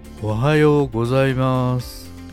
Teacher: 音程を下げてスピードを緩めるとおはようございますちょっと眠たそうに聞こえますよね眠たい声が必要な時は眠たい声を出しシャキッとした声を出したい時はシャキッとした声を出す声のトーンを上げたり下げたりスピードを変えたりすること